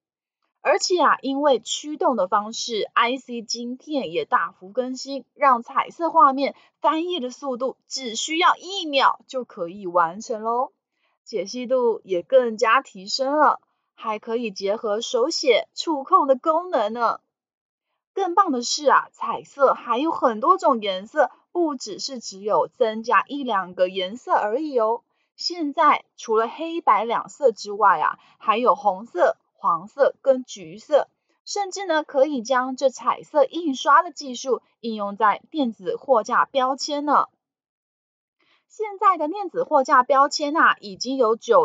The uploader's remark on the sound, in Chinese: 本集有些許雜音，已亟力避免，如有察覺請多多包涵